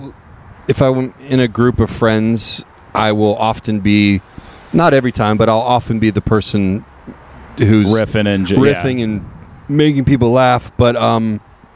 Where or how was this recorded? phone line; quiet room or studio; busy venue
busy venue